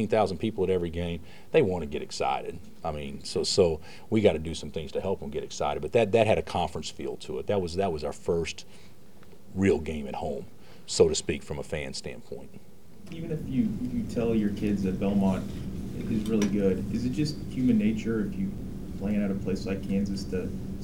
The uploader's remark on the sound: Press Conferences & Post-Game Interviews.